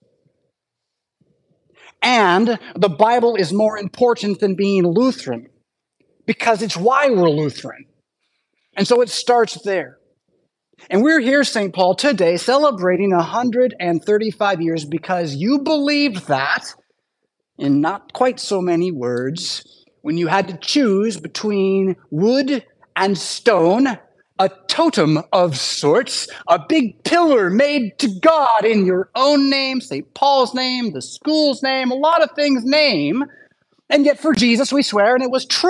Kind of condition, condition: setting, large echoing room